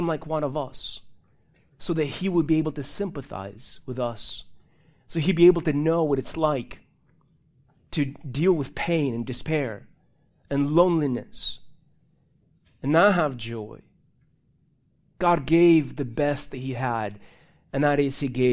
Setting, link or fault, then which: setting, large echoing room